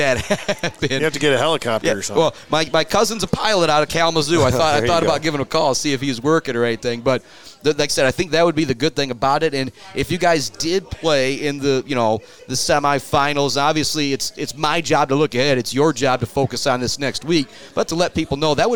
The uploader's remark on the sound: Live from The Bird Bar and Grill.